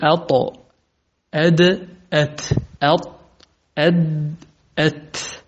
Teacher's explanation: هذه الأحرف الثلاثة تخرج من طرف اللسان · من طرف اللسان ومن أصول عليا الثنايا، أصول عليا الثنايا اللي هو مجدورة المضاحك الفوقانيات.